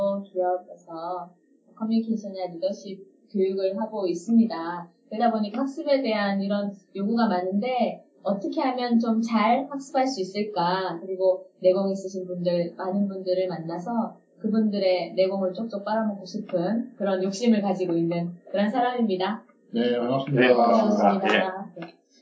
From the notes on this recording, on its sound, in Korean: (1회부터 3회까지 음질이 고르지 못해 양해부탁드립니다.)